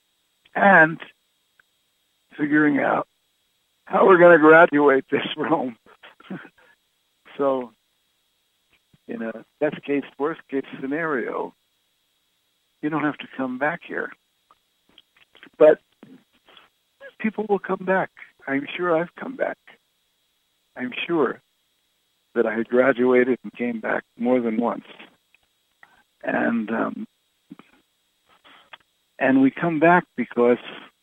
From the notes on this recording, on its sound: Conference Call LIVE